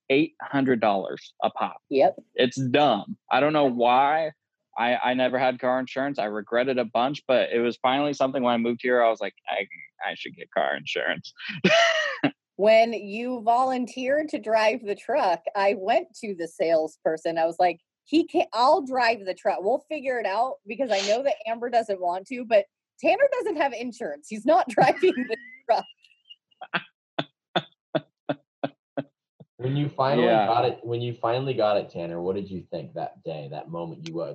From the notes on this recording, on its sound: connect over zoom